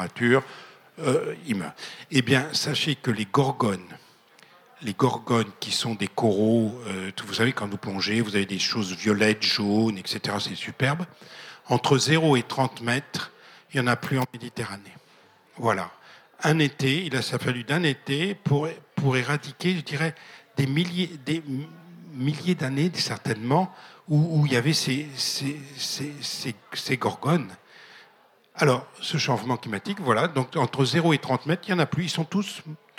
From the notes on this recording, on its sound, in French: Conférence enregistrée en public à la REcyclerie, lors de la sortie du livre "Dernières limites" (Rue de l’échiquier, 2023).